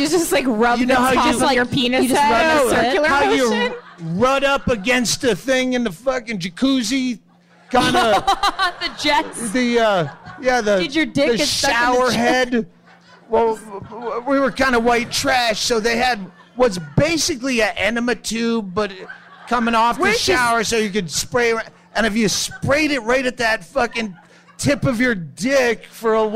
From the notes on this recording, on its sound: from the All Things Comedy Festival in Phoenix, Arizona